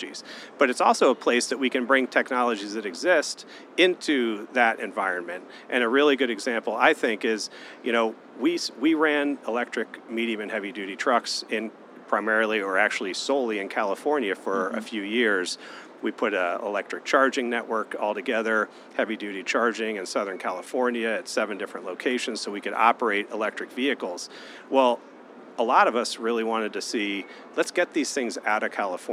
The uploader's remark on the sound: In this episode live from CES 2024